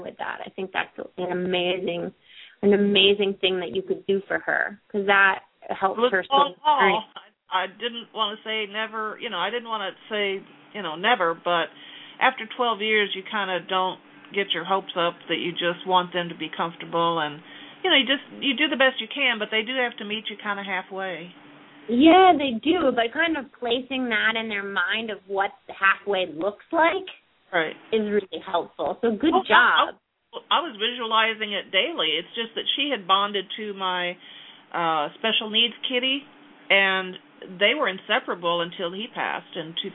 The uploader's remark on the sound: open up the lines for listeners to call